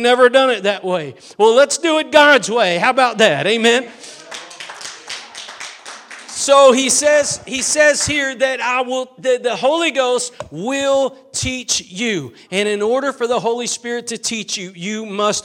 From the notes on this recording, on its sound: Preached at Gospel Lighthouse in Bossier City, La.